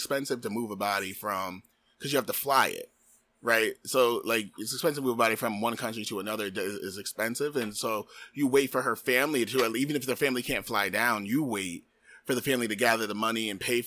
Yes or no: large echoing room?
no